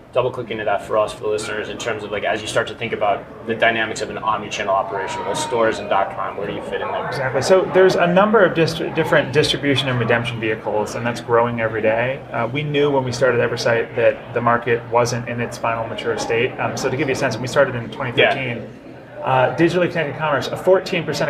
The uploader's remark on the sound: Live From Groceryshop.